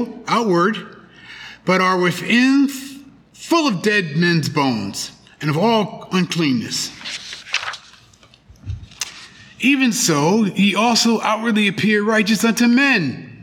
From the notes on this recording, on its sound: The Sunday service audio